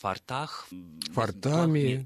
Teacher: пример слова, у которого во множественном числе ударение всегда ставится на окончание. То есть фортах, фортами, и так далее.